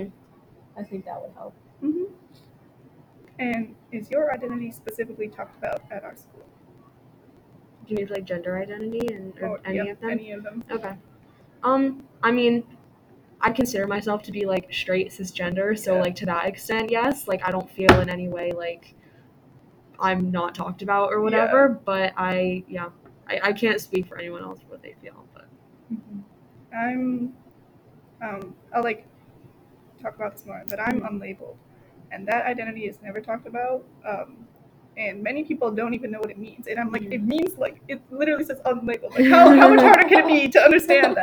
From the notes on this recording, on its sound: Still recording in the school building, so please excuse any background noise.